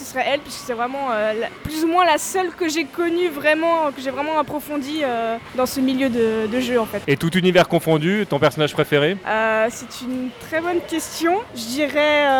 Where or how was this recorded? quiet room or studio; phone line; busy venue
busy venue